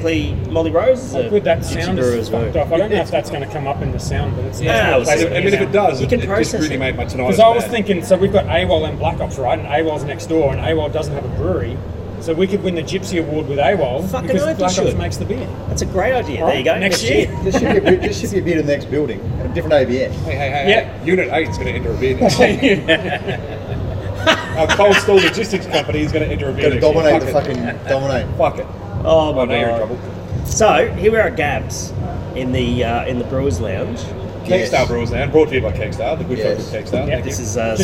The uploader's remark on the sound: Live from GABS with Big Shed Brewing